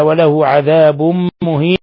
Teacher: تنوين ضم جاء بعده الميم إضغام بغنة